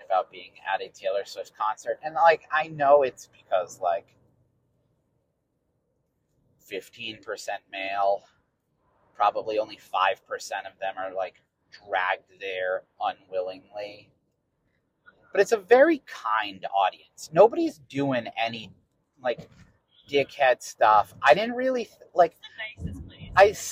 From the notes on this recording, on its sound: We also recorded this from our car while we drove to Boston Calling.